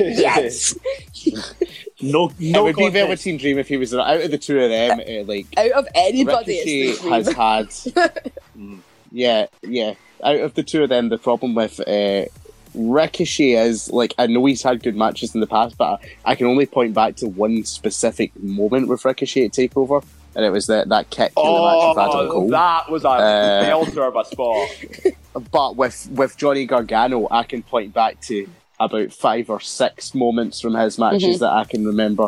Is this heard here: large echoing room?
no